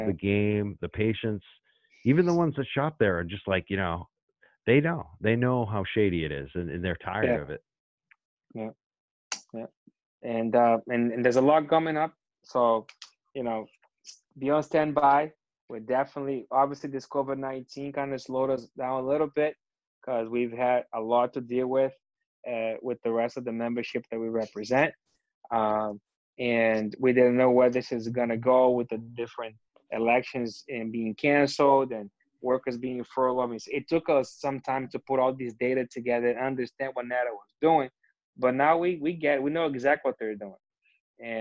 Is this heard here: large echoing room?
no